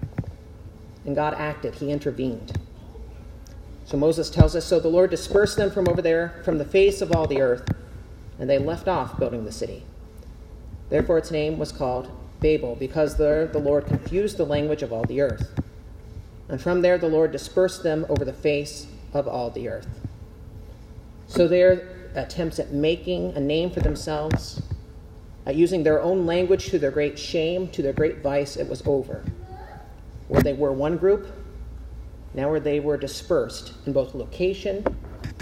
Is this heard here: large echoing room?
yes